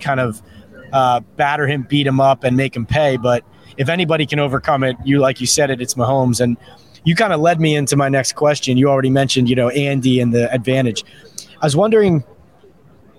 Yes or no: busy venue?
yes